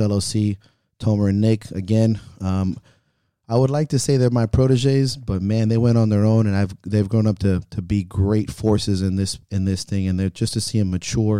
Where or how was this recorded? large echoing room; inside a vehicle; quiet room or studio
quiet room or studio